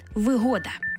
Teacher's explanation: Отже, якщо йдеться про зручність у чомусь, сприятливі умови чи обладнання, річ і таке інше, що створюють певні зручності для людини в побуті, це вигода з упевненим наголосом на другий склад